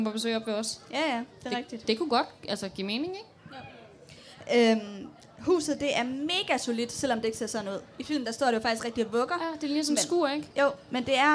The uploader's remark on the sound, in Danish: Liveshow fra Harry Potter Festival i Odense